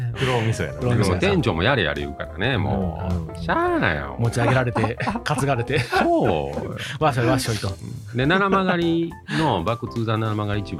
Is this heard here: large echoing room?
no